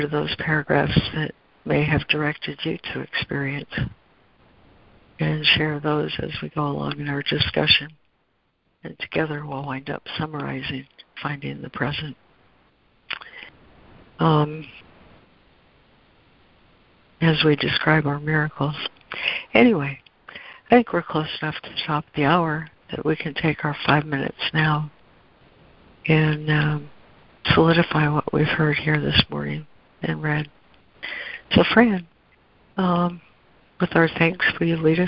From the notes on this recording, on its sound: ACIM Daily Conference Call.